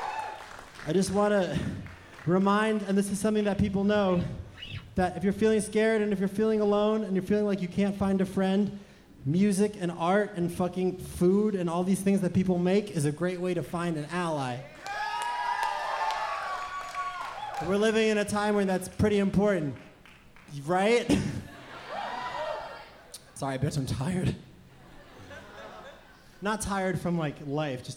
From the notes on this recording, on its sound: Live In Concert, SXSW 2017. The band's set at Stubb's BBQ in Austin, Texas, recorded live for NPR Music.